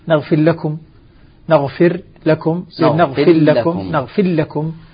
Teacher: أدغم الراء المجزومة في اللام